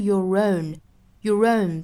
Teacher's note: 因为是元音加元音连读，加了一个小小的 r